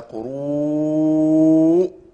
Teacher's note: ده مد ايه متصل واذا وقفنا عليه لنا فيه الوقف بست حركات او باربع حركات او بخمس حركات حسب ما بقرا لكن بعض العلماء قال ست حركات لوجود الايه السببين اللي هو الهمزه والسكون.